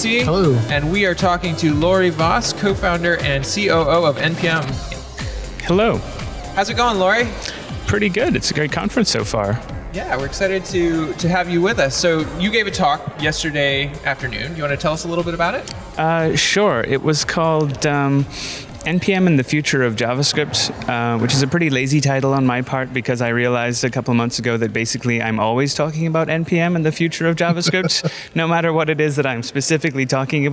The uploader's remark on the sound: on location at Node + JS Interactive in Vancouver